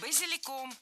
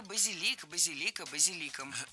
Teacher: Базиликом, неверно, правильно, базиликом. В слове базилик ударение падает на третий слог, да там и остается · Shown in: second take · только базилик, базилика, базиликом.